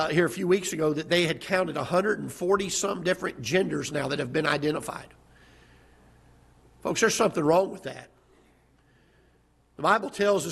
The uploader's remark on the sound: Ketha Heights Baptist Church ~ Live Broadcast